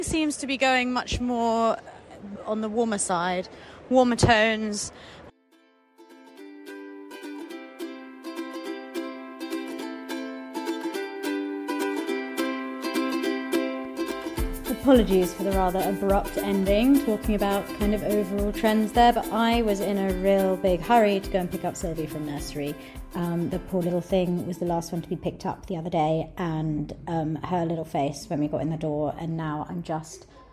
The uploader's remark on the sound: chats live at Decorex 2022 in Earls Court